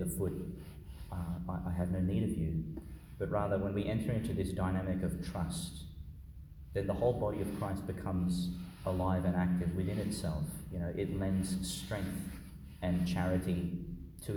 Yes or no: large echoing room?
yes